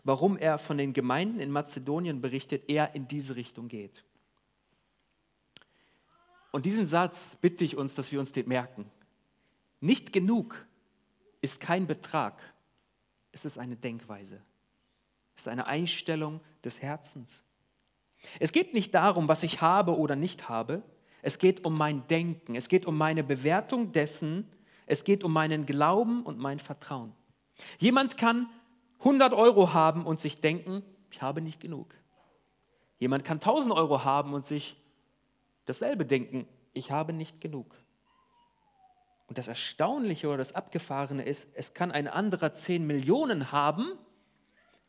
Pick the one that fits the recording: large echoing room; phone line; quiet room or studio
large echoing room